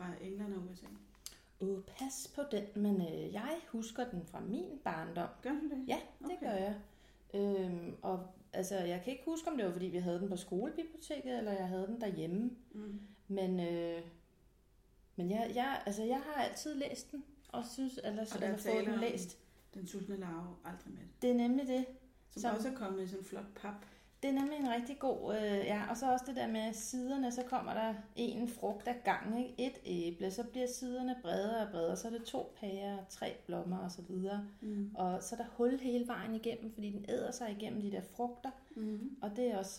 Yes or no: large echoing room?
no